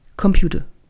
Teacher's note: Jetzt hast du das Ende verschluckt.